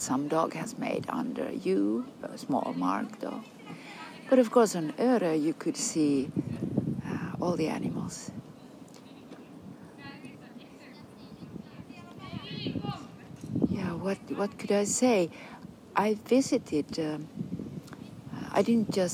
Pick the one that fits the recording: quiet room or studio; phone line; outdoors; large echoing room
outdoors